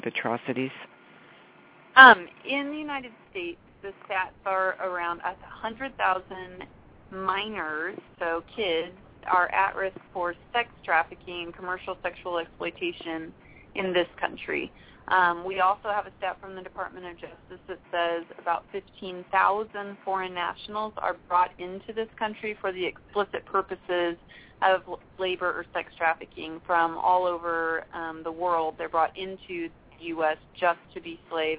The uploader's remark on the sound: "LIVE" from the Great American Trucking Show. Whoever gets pulled into the show as they walk by! Takes you "inside" GATS 2014.